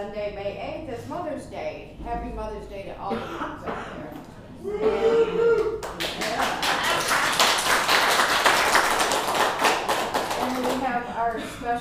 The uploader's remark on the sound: we record live from a special Mother's day edition of Breakfast Club